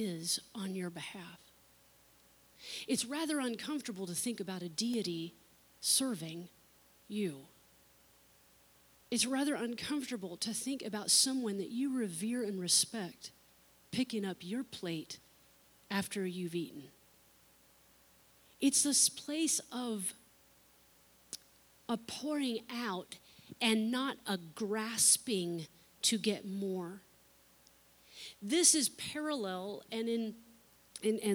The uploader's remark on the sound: unedited recording of the service